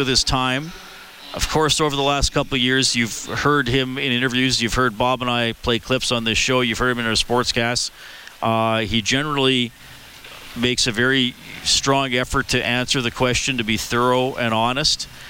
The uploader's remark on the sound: Live from the Oilers Superskills at Rogers Place